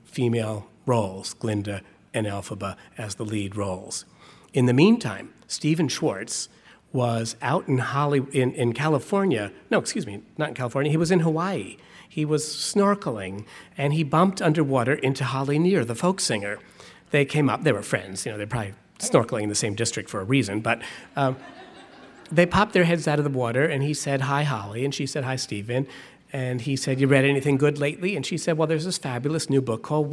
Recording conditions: live audience